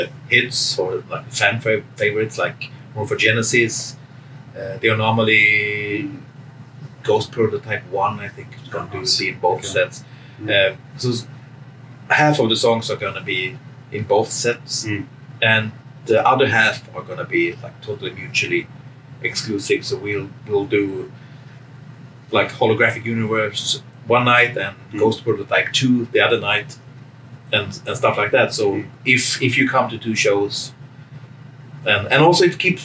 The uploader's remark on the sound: The conversation was recorded aboard the 70000 Tons of Metal 2024 cruise.